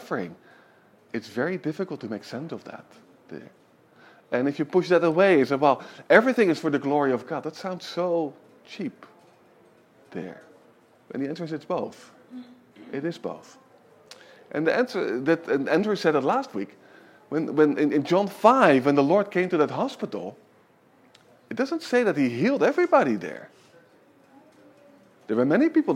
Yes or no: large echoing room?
yes